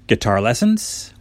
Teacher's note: when you respond with guitar lessons, make sure you use a rising intonation, like a question.